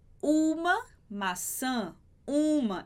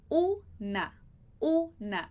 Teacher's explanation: Em espanhol não, a gente fala una, una. Esse U, ele é mais limpo desse som nasal, a gente não produz esse som que vem pelo nariz. · Shown in: second take